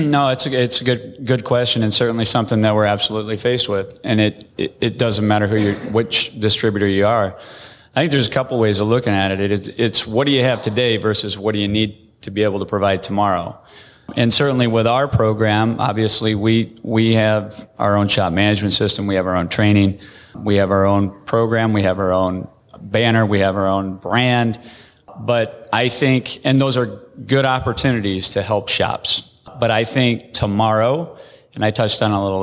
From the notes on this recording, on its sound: We were on stage at AAPEX EDU